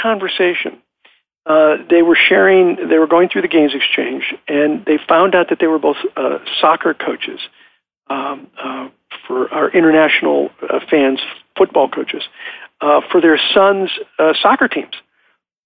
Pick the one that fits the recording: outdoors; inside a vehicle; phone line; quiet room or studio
phone line